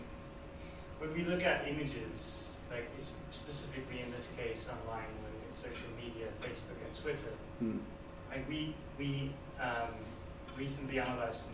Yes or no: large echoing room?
yes